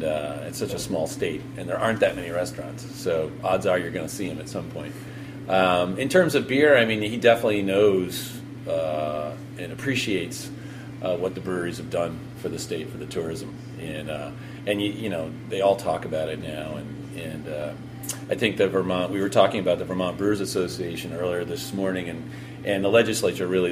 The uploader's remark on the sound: Recorded live at the Blind Tiger during this year's Beer Week NYC.